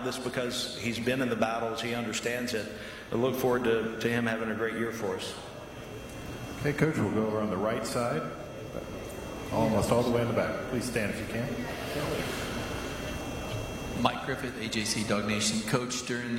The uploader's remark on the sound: Main Room Press Conference